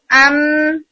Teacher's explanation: جب آپ بولتے ہیں ام تو تصادم کس کا ہو رہا ہے؟ دونوں لپس کا